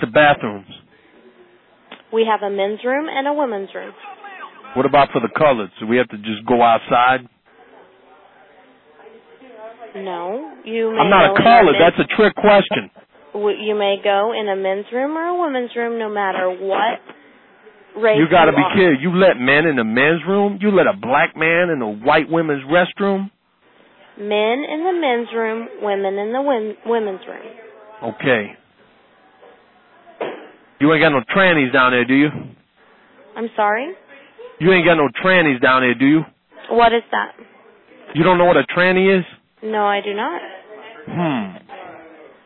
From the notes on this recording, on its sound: Prank Phone Calls.